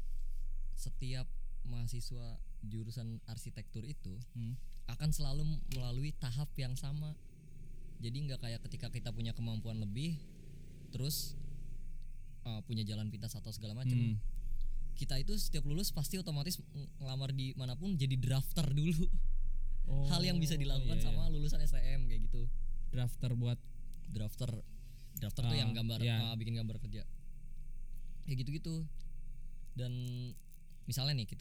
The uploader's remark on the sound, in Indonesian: Ngobrol subuh-subuh, soundnya sedikit jadi kecil monmaap lagi-lagi kesalahan teknis.